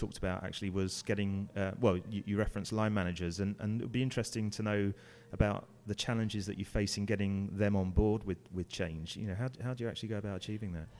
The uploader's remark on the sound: Recorded at Quadriga, Berlin. Show 33 was recorded in Berlin at the Quadriga’s Internal Communications conference.